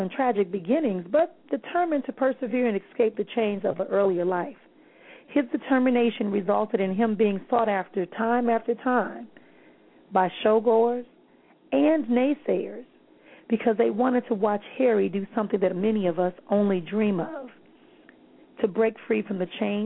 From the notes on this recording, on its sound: callers may call in with questions